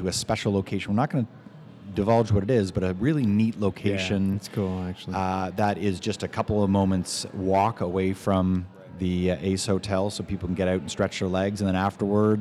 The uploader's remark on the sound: Live from the Ace Hotel: skucamp, New Orleans!